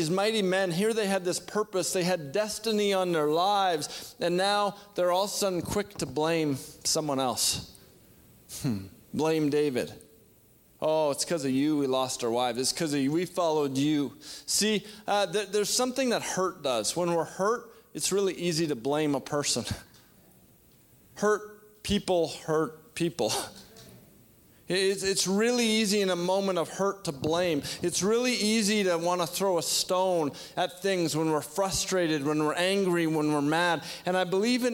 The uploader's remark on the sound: shares a word at our September 2021 Resurgence Edmonton Gathering